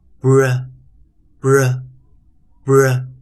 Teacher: BR。Br，Br，Br。pronunciation of BR。Br，Br，Br。有注意到我们今天还是一样，来做两个字母的组合音，也就是 Pronunciation B R B R 的组合音，我们的发音为 B，B，B，B，R，R，R，R。在 B R form together 的时候，注意听一下，BR，我们会在 R 的后方好像带出一个 schwa，R，呃，呃，呃，所以发出 r，r，r。而不是只发出 rule 这个音。所以 be all fromtogether，再注意听一下，br，br，br，再注意听一下，br，br，br。在前面几堂课程，我们通常都会老师带一个短元音的发音，今天的课程有点不一样。同样的，我们在首音的位置有两个字母，两个辅音但是有注意到，我们一样维持有两个尾音，也就是 C E K E 在我们今天的字表上，有没有注意到最后一个字母为 E？也就是我们中间开启的还是一个元音字母，不过与最后的这个 E 结合时，它会形成一个元辅 E，也就是我们在自然拼读中讲的 vowel consonant E 的一个组合。在 Vowel